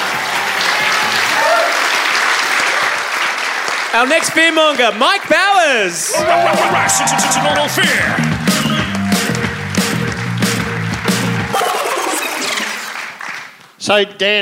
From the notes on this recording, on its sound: This is recorded live at The Street Theatre in Canberra. A huge satire-thirsty crowd turned up for our first ever from the capital.